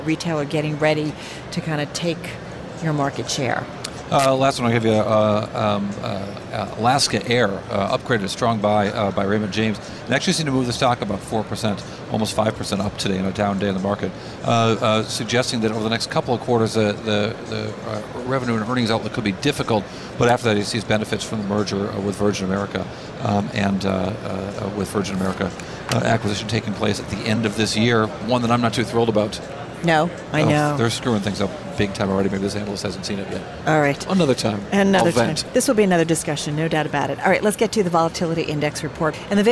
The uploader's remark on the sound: Live from Schwab Impact 2017 in Chicago